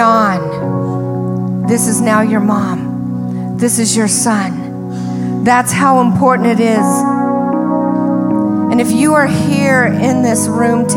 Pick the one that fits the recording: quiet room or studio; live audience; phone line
live audience